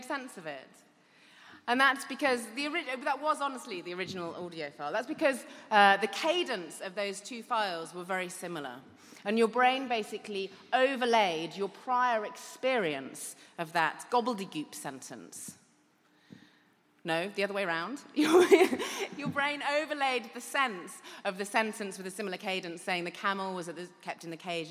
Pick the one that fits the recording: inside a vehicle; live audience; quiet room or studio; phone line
live audience